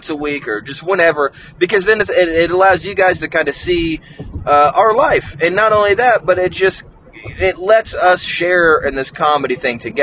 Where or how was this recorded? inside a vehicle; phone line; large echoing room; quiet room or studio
inside a vehicle